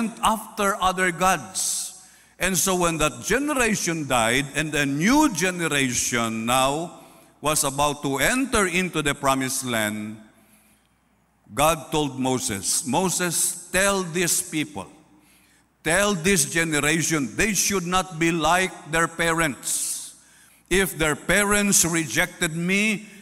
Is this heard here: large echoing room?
yes